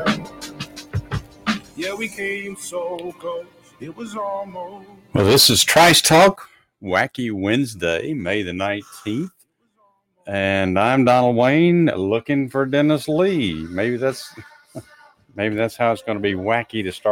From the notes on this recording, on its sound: called in during the opening of the show